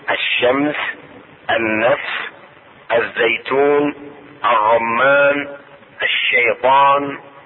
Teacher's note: ولام الشمسية تحذف ولا تلفظ في درج الكلام، بل تضغم في الحرف الثاني.